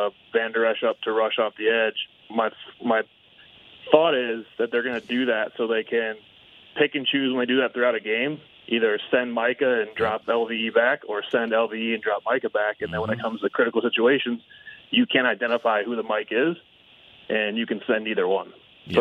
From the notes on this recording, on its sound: Plenty of phone calls came through the line